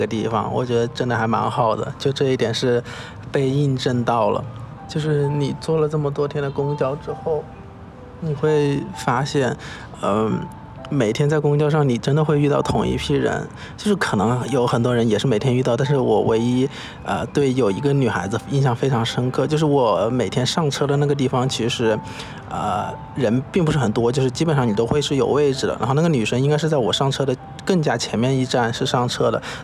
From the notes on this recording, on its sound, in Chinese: 这一期在天台录制